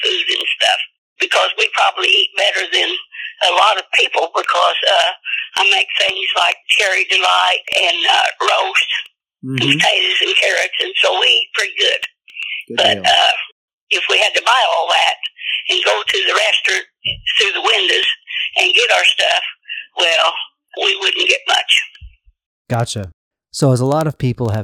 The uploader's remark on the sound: quick phone interview